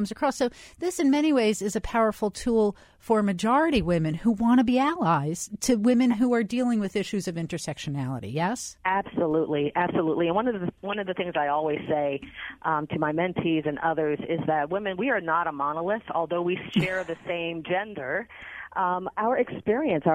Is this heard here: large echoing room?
no